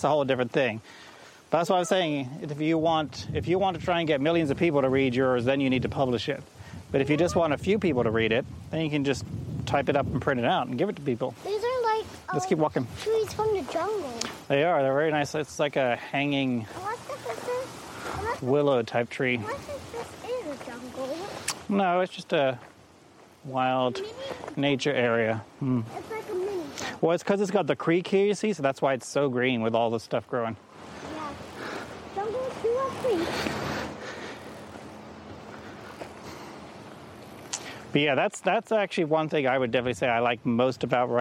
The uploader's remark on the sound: Apologies for the noisy traffic at times